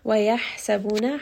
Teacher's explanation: ها is going to be from the middle of the throat and then this also has هم so make sure that you are emphasizing that air a little bit and then constricting also the throat أنهم And then here, نون ساكن has a, or not نون ساكن، نون has a شدة.